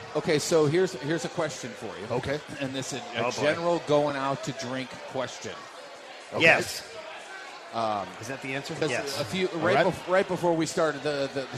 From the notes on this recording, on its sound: We are LIVE from Copper Fire in Belleville